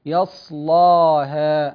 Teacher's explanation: أما إذا وقعت اللام في غير رؤوس الآي التي يقللها ورش كما في قوله تعالى: لا يصلاها إلا الأشقى، فهنا يأتي له وجهان: تغليظ اللام مع الفتح في الألف، يعني يقرأ يصلاها، هذا واحد.